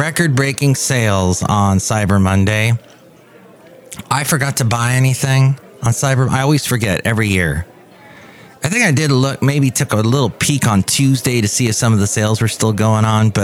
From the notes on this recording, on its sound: podcasts live from Café Anyway